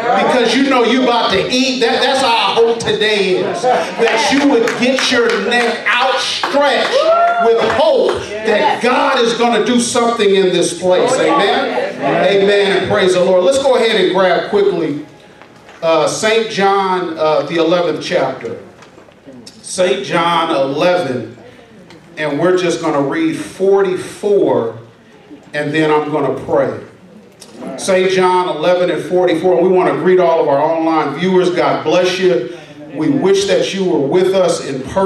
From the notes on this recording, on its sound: delivers a passionate sermon live at Rhema Word Bible Church